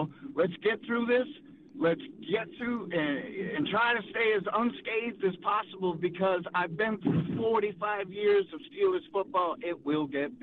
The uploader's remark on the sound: Get to your phone calls and Tweets.